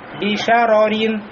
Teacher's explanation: Ше должно быть мураккака, а ро муфаххома. Значит, бишарорин.